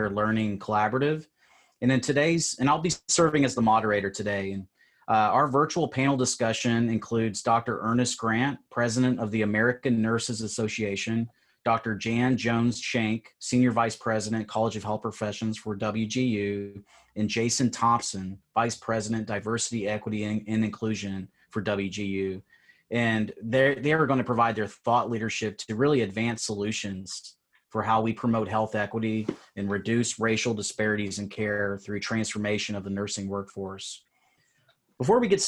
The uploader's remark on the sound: In this virtual panel discussion